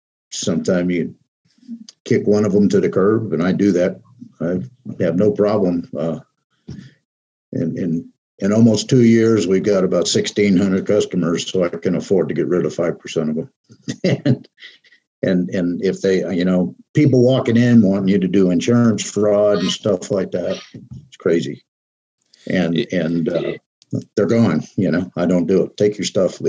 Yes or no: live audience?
no